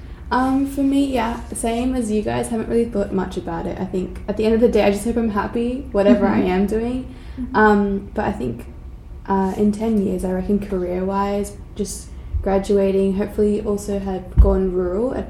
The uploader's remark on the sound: Sorry for the screeching laughter—our boujee microphone disconnected.